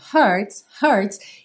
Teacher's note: o H não é exatamente um som muito forte. Ele é um arzinho.